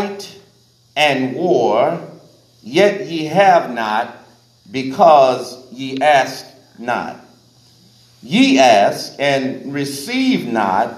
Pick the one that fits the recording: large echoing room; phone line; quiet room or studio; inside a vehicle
large echoing room